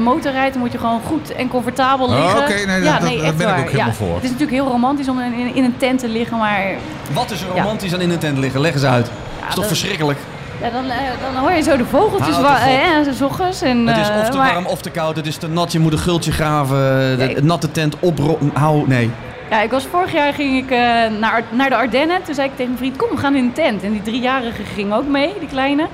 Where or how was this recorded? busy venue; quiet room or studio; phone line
busy venue